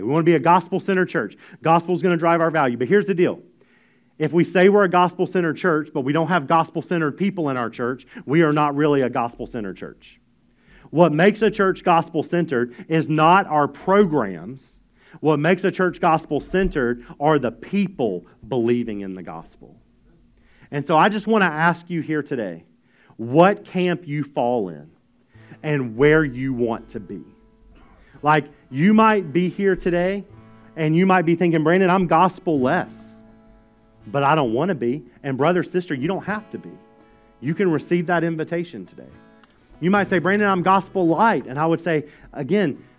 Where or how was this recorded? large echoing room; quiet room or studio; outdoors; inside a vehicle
large echoing room